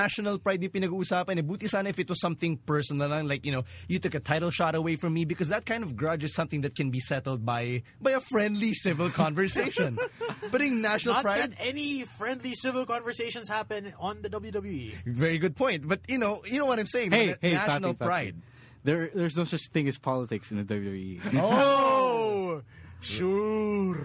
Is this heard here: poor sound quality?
no